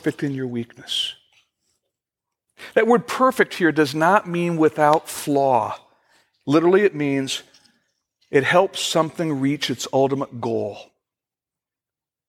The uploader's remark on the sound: Originally recorded June 21, 2015, at Fellowship Missionary Church, Fort Wayne, IN.